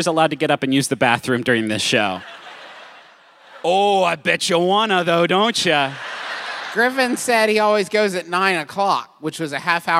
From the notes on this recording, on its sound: Making this the perfect time for us to deploy our recent live show from lovely, soggy Indianapolis.